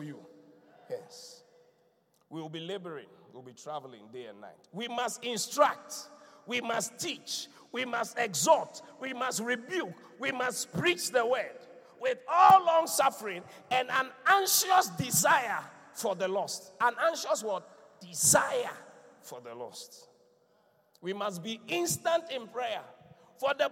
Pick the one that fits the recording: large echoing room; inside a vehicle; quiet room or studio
large echoing room